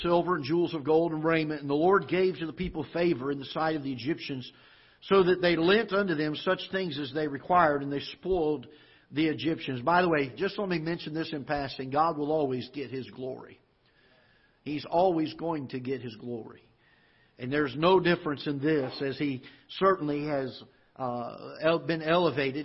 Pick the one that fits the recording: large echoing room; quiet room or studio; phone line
large echoing room